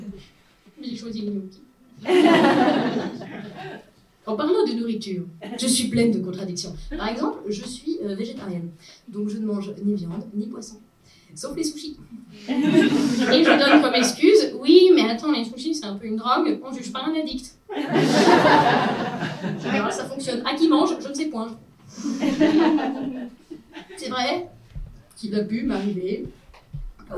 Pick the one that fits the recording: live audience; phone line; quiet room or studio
live audience